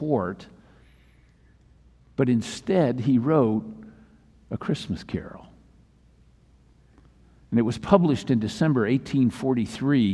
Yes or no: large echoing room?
yes